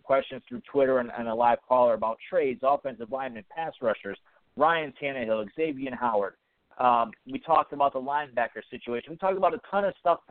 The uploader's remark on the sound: We'll also be taking live callers throughout the show and will be interacting with those on the Phinsider website.